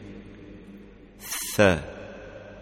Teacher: Tha is pronounced th, as in thumb, thirst, think, by placing the tongue between the teeth.